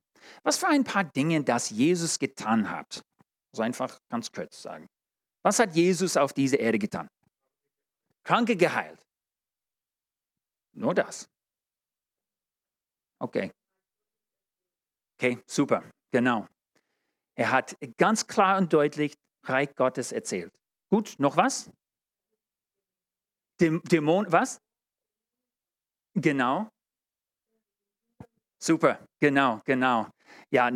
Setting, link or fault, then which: setting, large echoing room